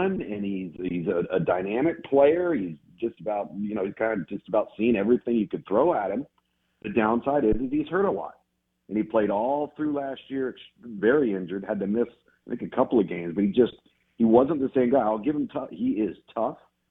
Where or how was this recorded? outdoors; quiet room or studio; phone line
phone line